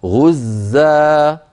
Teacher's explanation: مد عوض بمقدار حركتين، نعوض عن تنوين النصب